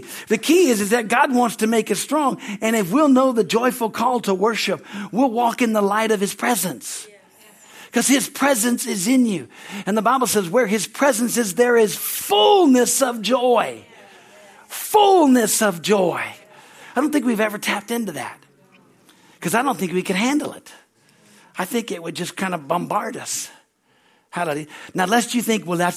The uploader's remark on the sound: Is from the Sunday service on December 17, 2023 at Harvest Bible Church in Stockton, California.